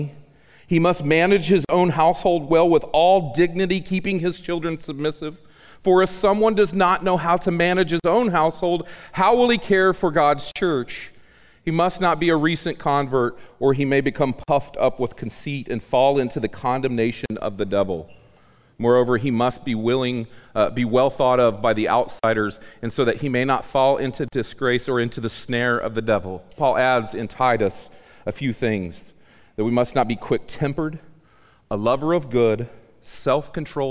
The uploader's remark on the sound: The audio in this episode was recorded on September 26, 2018 at the Acts 29 US South Central Church Planting Mini-Conference.